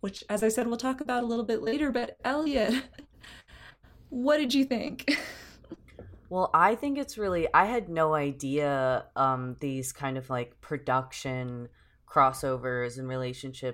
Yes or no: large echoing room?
no